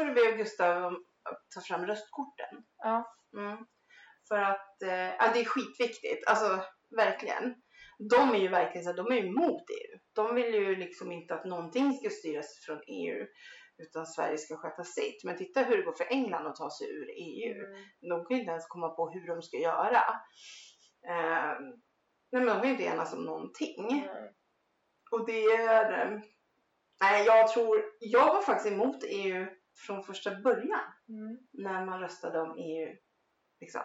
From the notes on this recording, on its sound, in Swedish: Jo vi spelar in en hel timmas snack utan att kolla ljudet - och mikrofonen står på för högt ljud å det skorrar och har sig.